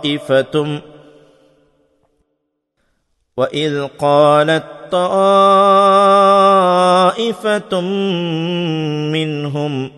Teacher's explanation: ഖാലത്ത ഖാലത്ത ത്വായിന് ശബ്ദ കൊടുക്കാം. ഖാലത്ത് എന്നതിലെ തായ് കളഞ്ഞ് അതിനെ ത്വായിലേക്ക് ചേർക്കുകയാണ്. അപ്പോൾ തായിൻ്റെ ഉച്ചാരണം അവിടെ ഉണ്ടാവില്ല.